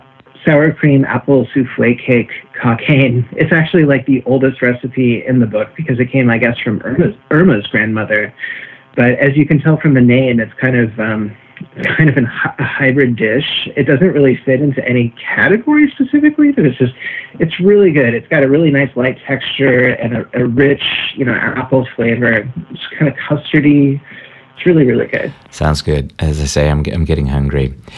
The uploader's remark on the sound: Via internet phone.